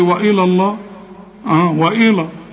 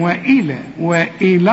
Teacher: رقق لي الواو والهمزة واللام · Shown in: second take